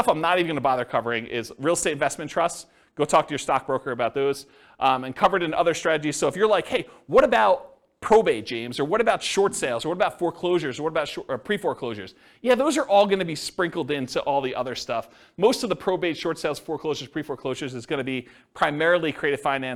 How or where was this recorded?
live audience